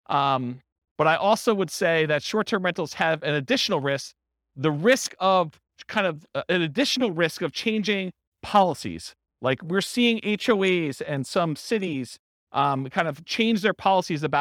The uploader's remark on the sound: This was a live class recorded